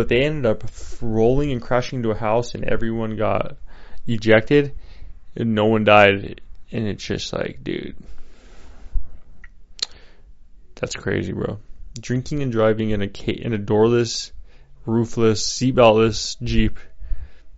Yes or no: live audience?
no